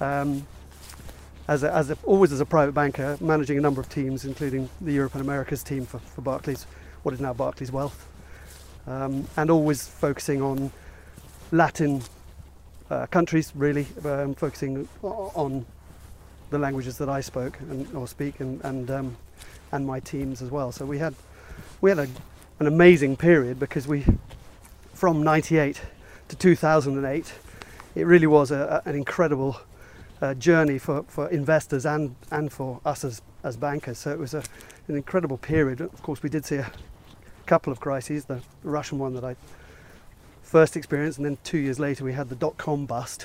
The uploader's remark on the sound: Walking around Ardington House in Oxfordshire.